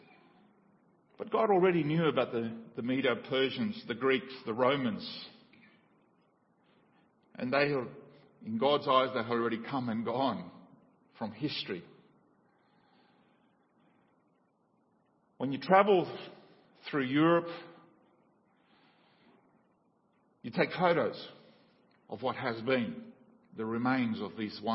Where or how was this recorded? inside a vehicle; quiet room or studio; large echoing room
large echoing room